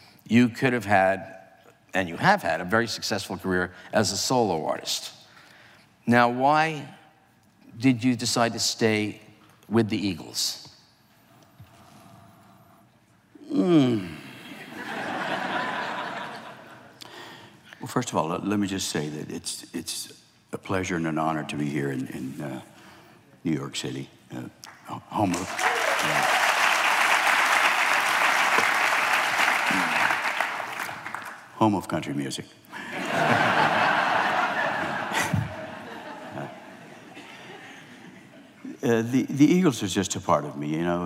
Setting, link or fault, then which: setting, live audience